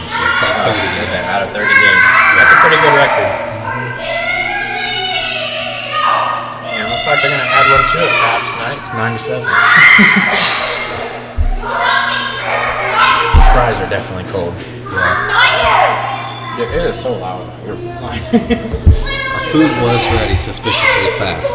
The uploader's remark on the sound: The kids are children of players and they play while their parents are on the court so there isn't much we can do. Enjoy getting that real-life, kids screaming in the background feel of being at a live volleyball game.